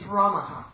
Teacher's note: in usage, the final sakara will change to Visarga. Then that Visarga will go through Sandhi rules.